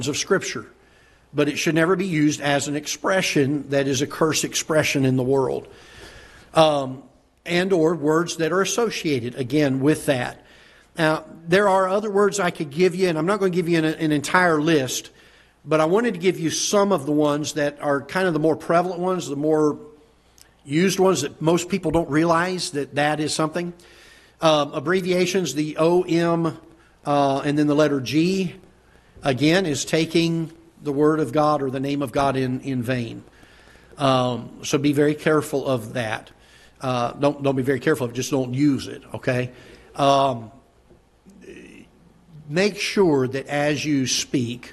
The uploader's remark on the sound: Ketha Heights Baptist Church ~ Live Broadcast